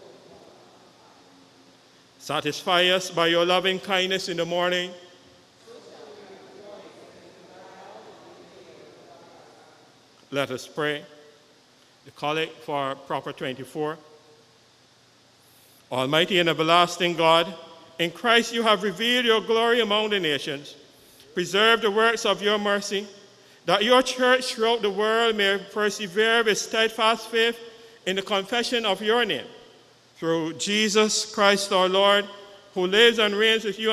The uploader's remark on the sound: Live Sunday Service with St. John's Episcopal Church U.S.V.I